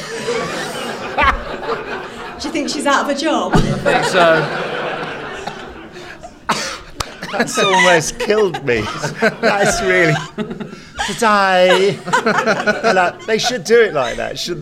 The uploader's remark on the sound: There's a live panel from a Doctor Who convention.